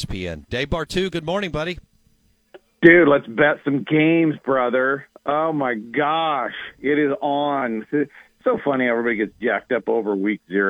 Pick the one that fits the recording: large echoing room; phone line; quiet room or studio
phone line